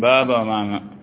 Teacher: طفل الصغير أول ما ينطق بالباء والميم بابا ماما، لأنهما يخرجان من الشفتين من غير مخرج